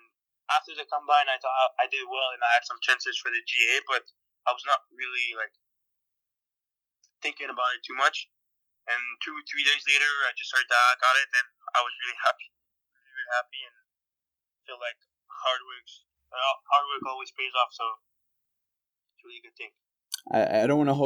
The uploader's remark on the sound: a 10 minute phone interview